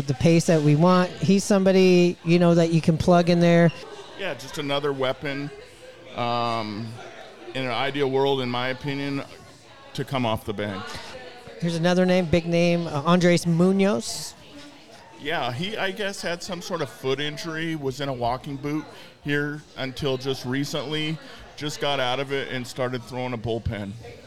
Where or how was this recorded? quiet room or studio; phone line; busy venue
busy venue